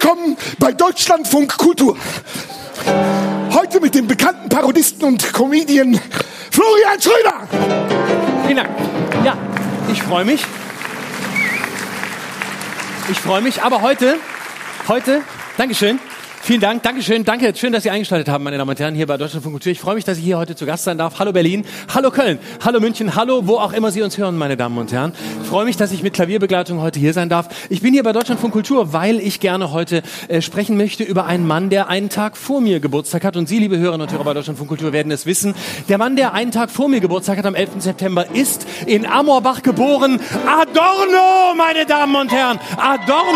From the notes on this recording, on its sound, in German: Live aus dem Tipi. Live-Podcast im Tipi.